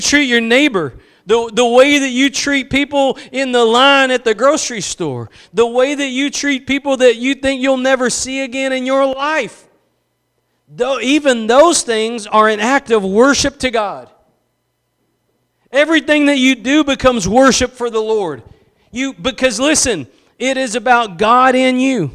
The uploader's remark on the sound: Preached at Gospel Lighthouse in Bossier City, La.